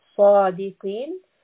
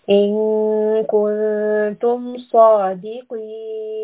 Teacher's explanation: صاد is permanently heavy, قاف is permanently heavy, and we are ending with a four count med.